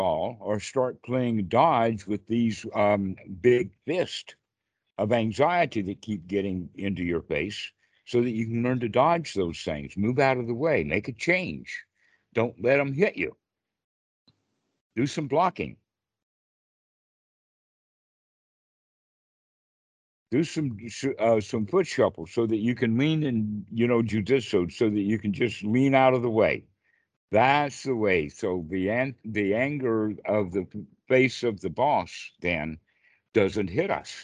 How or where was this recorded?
video call